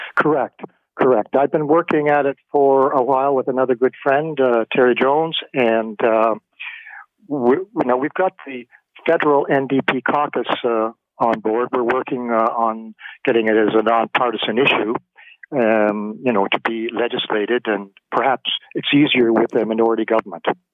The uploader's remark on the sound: Opens the phones and has listeners share.